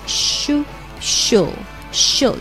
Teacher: 中间的元音是个短呜，然后再加一个嗯的卷舌。